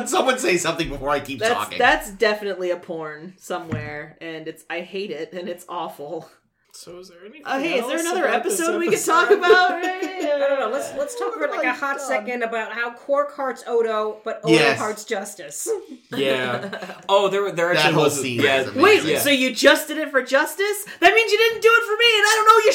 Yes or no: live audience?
no